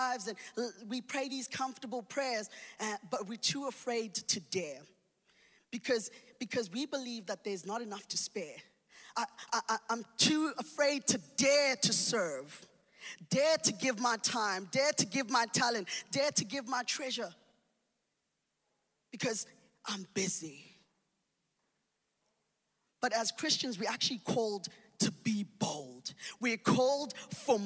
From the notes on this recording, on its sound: Recorded live on Sunday the 3rd October 2021